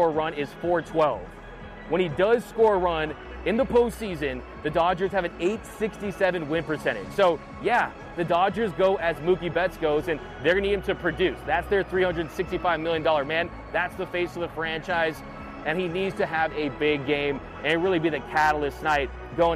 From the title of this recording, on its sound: Live From Dodger Stadium